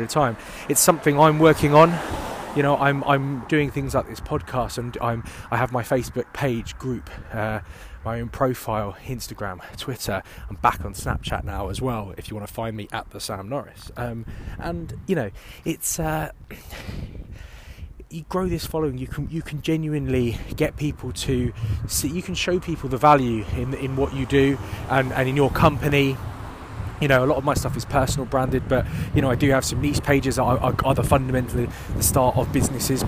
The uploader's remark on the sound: Walk & Talk